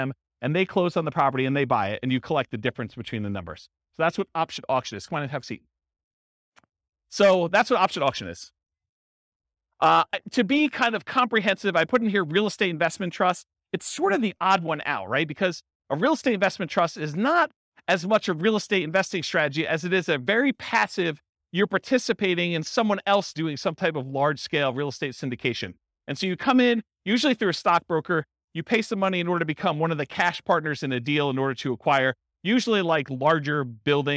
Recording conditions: live audience